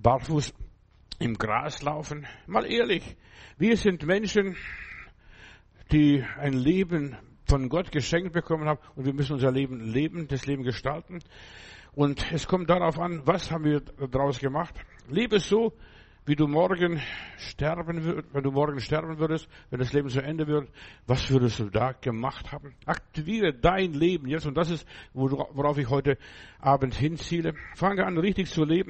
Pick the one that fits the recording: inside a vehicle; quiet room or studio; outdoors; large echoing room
large echoing room